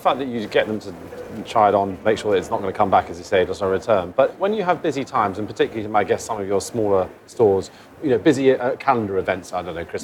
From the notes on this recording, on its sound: Recorded in New York at NRF 2023. Hunkemöller at NRF 2023. During an exceptionally busy NRF 2023 in January in New York.